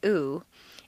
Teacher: The oo sound is located far forward in the mouth and requires you to round your lips. · Term: tense vowel